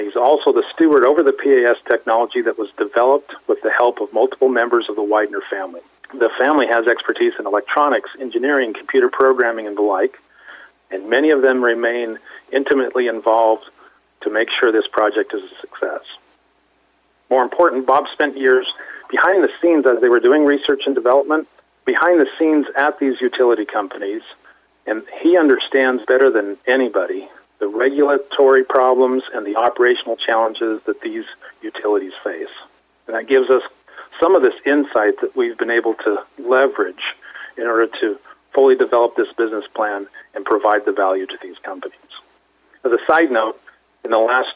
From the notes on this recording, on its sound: called in to SmallCapVoice